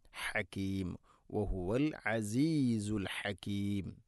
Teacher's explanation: ഹാഇ ഉച്ചാരണം ശ്രദ്ധിക്കുക, തൊണ്ടയുടെ മധ്യഭാഗം